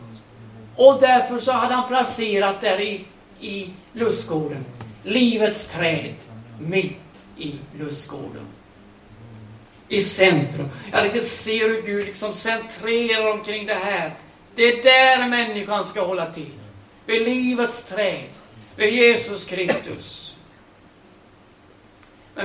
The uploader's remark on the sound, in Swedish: Liveinspelning